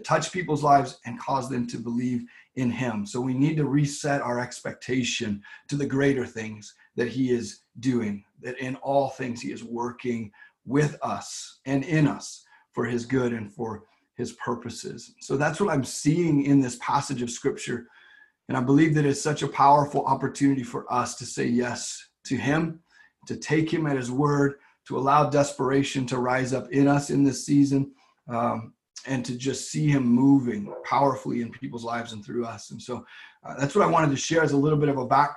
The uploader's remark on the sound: LWRV Zoom Church